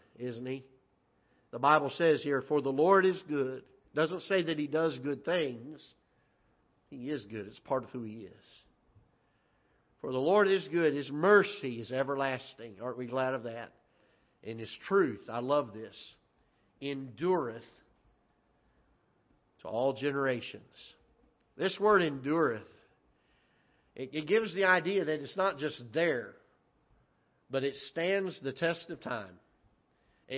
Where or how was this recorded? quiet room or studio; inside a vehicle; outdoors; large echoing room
large echoing room